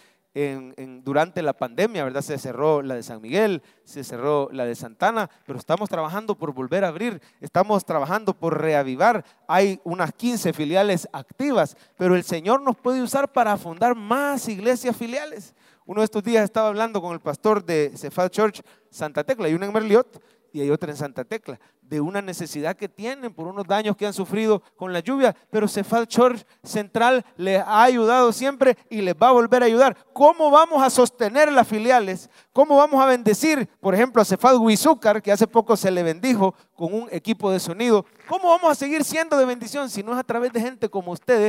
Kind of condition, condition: setting, large echoing room